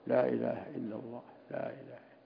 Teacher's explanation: إن لا إله إلا الله يمكنك أن تقولها وأنت مطبق لشفتيك، لأنه ليس من حروفها الحروف الشفوية. لا إله إلا الله حروفها كل من حروف الحلق واللسان.